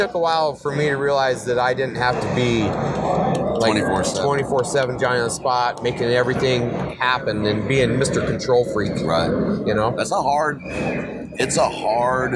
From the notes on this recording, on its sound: Live from The Initial Ascent Mountain Dude table at Hunt Expo 2020. Sit down at the Mountain Dude table and record.